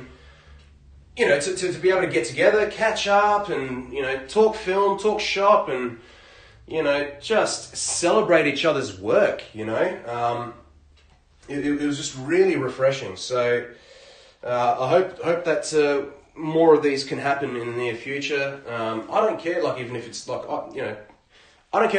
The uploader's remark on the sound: Sorry about audio. I recorded with my phone today.